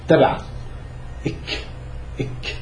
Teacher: لو جينا اخذنا نص المقطع تلاقي انه الهواء انحبس، لكن مش زي حبسة القاف · Term: حرف توقفي